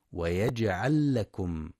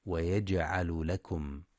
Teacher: وينتبه لإدغام اللام مع اللام في ويجعل لكم · Shown in: first take · فلا يقرأ ويجعل لكم.